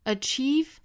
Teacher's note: 都应该读成长元音 e，也就是紧张音 e